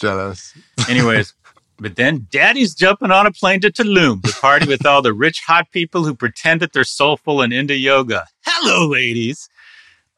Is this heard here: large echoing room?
no